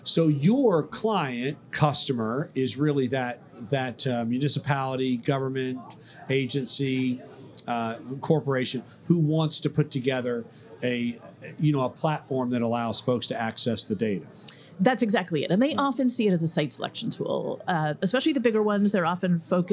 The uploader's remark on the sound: This and the following segments were recorded at this year’s annual Florida Economic Development Council Conference hosted at Sheraton Orlando Lake Buena Vista Resort. This and the following segments were recorded at this year’s annual Florida Economic Development Council Conference hosted at Sheraton Orlando Lake Buena Vista Resort.